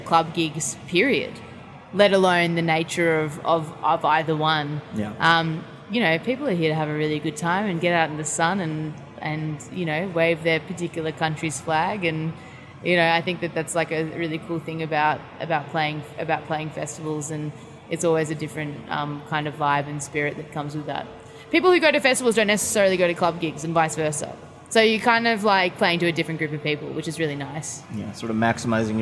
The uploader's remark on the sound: backstage at Lollapalooza